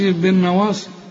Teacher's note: ولازم تغني النون اللي عليها الشدة، ما تقولش بالنواصي، بالنواصي.